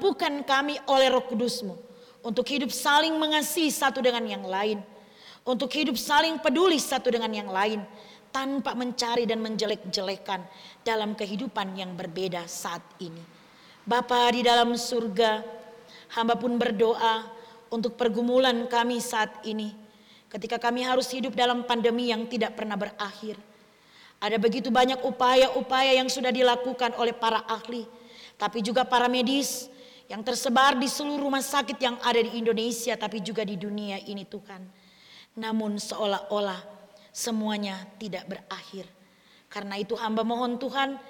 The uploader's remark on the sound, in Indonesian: Rekaman Kotbah Ibadah Minggu Pagi GKI KALVARI TEMBAGAPURA. Disiarkan oleh RSK 98.6 FM.